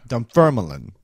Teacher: emphasizing the second syllable